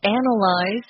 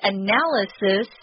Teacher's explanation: And notice it's a different pronunciation. We use a Z sound, analyze. And analysis is the noun form of the word, and we use a S sound in that instead.